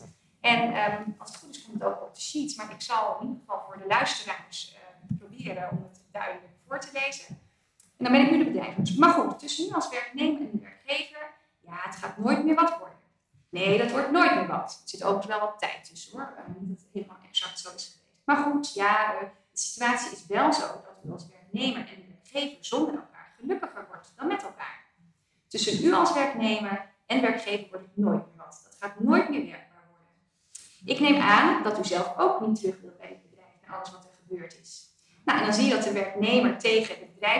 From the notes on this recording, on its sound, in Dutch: Law Talk 85 (Live). Deze speciale aflevering van Law Talk is opgenomen tijdens het WVO Event op donderdag 5 oktober 2023 in aanwezigheid van 130 relaties van WVO Advocaten.